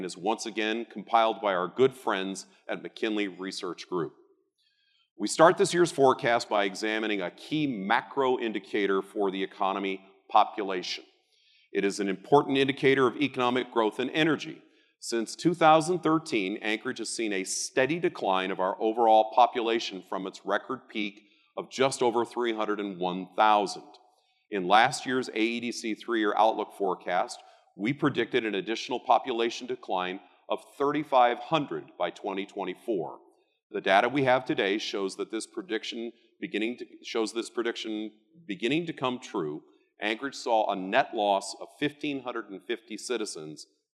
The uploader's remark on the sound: RECORDED: Tuesday, March 1, 2022 at the Dena’ina Center in Anchorage. This week’s episode of Addressing Alaskans features the Anchorage Economic Development Corporation’s 2022 economic forecast luncheon. RECORDED: Tuesday, March 1, 2022 at the Dena’ina Center in Anchorage.